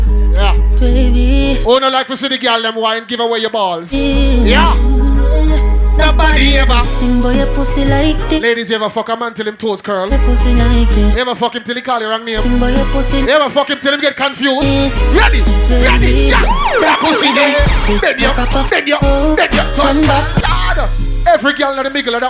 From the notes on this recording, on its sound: LIVE SET, AT BACK IT UP, CARGO... LIVE SLOW DANCEHALL SET.